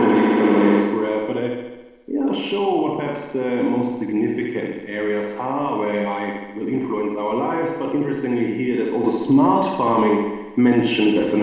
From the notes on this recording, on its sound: I gave a talk at Princeton.